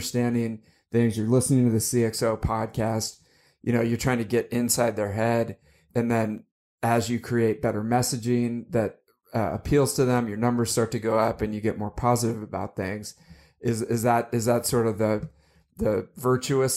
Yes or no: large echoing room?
no